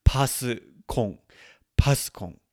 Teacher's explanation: my accent's going to make it sound like more of an NG sound at the end.